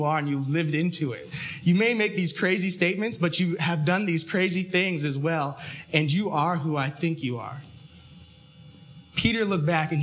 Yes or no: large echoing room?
yes